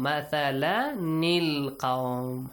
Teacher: It says that مثلاً the تنوين ends with a نون ساكن sound. · Term: tanween